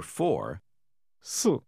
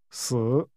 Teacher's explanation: The only difference in this case is that 4 si is pronounced with a falling tone, while the word for death si is pronounced with a tone that falls and rises again